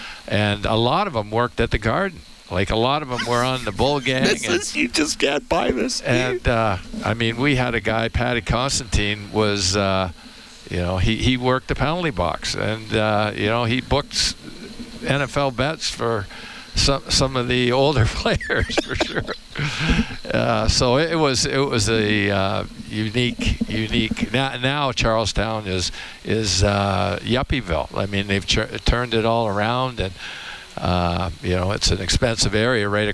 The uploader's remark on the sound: Live from Rogers Place